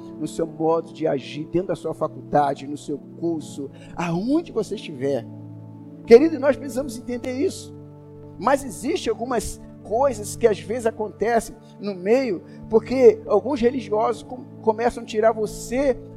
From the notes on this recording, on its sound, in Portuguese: Áudio da mensagem ministrada no Culto de Celebração. Na Igreja Cristo Salva Campinas.